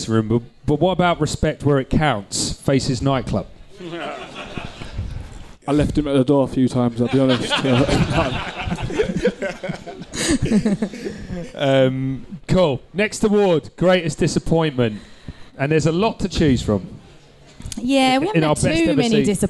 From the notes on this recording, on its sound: The team return to The Cow in Stratford Westfield for the third annual live Podcast and Awards show. This episode was recorded in front of a live audience.